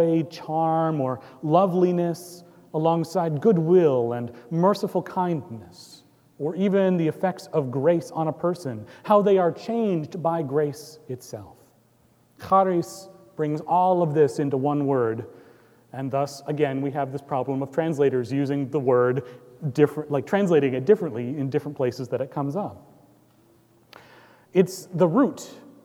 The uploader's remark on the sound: Recorded live on September 9, 2018 at Trinity Presbyterian Church in Bixby, Okla.